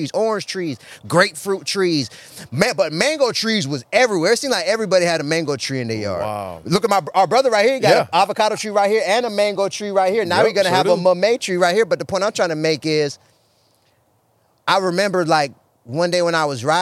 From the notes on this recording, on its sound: Our conversation took place in the great outdoors, surrounded by the tranquility of nature, right next to the newly planted mamey tree.